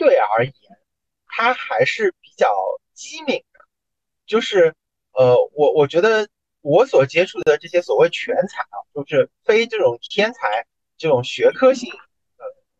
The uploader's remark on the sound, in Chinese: 本期为螺旋下降初期探索性质的一集节目，当时主播对于如何录制、制作、剪辑播客都是一窍不通，故标识为「全损音质」。